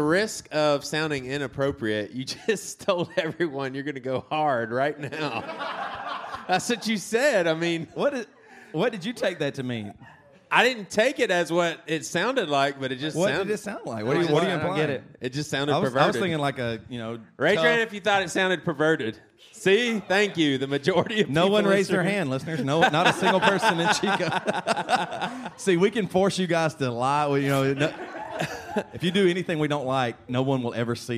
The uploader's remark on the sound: LIVE in Chico, CA Living Room. This is the 3rd of 4 live episodes from our recent living room podcast tour.